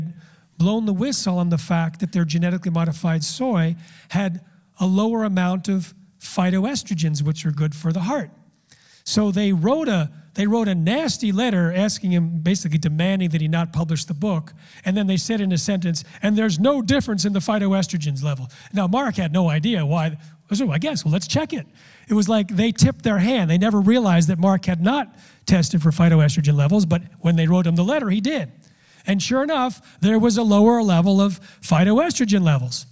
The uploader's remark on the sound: speaks in front of a Real Truth About Health conference audience